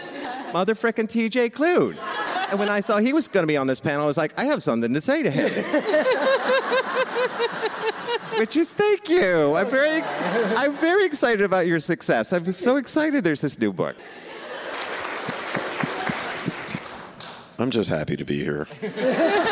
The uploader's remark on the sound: LIVE from Bookmarks! Four dynamic authors gathered to speak on a Book Club Favorites panel last month at the Bookmarks Festival of Books & Authors. The Bookmarks NC Festival of Books & Authors.